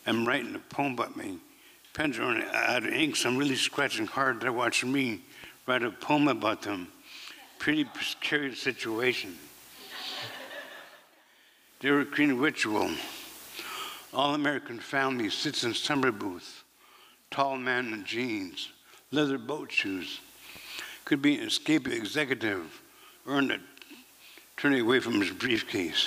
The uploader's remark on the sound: 2023 FPG-Liberty Theatre-Saturday Night-Third Set. This recording was made on Saturday, February 25th, 2023, at the Liberty Theatre in Astoria, OR as part of the FisherPoetry Archive Project.